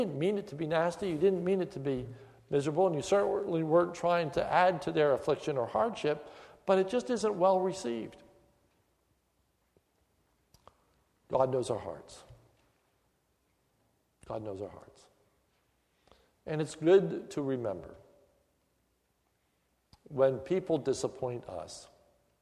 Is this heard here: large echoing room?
yes